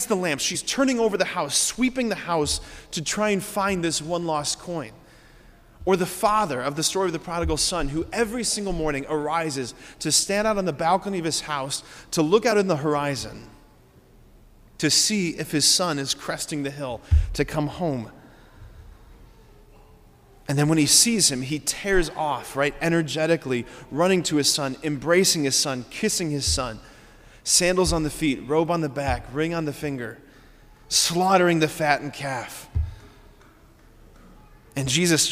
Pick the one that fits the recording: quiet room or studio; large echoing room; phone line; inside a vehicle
large echoing room